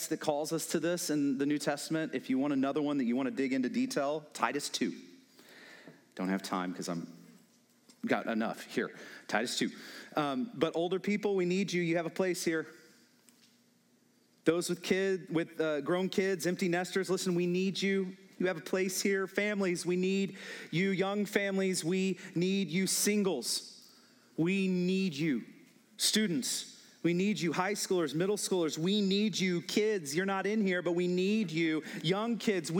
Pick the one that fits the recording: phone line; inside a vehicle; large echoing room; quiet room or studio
large echoing room